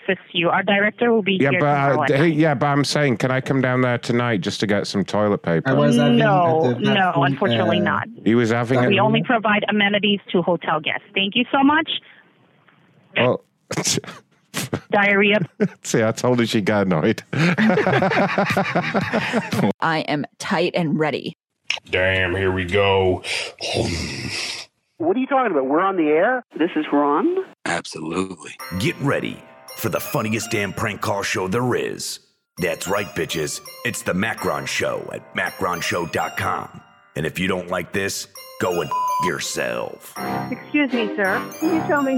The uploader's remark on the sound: annoying people on the phone and showing up to Zoom conferences that we weren’t invited